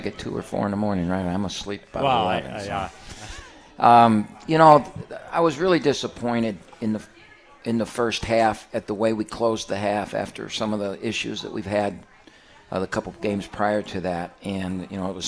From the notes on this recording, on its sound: live from RJs Pub in Rochester Hills!